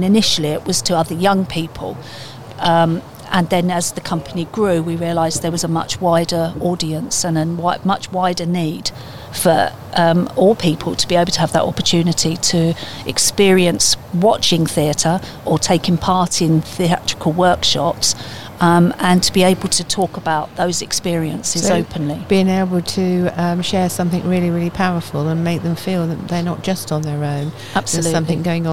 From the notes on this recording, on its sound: joins us in the discussion outside of Willow's Coffee House in the town